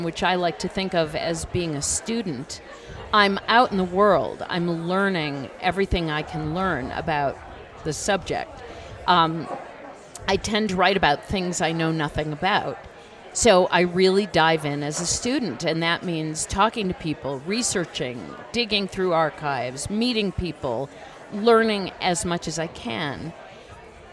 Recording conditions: busy venue